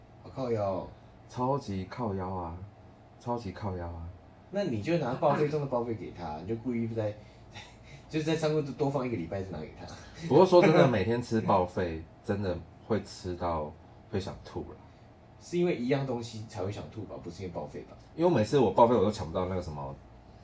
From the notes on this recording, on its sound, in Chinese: 什麼是完全沒有準備，隨便躺著站著錄音，然後還亂收音。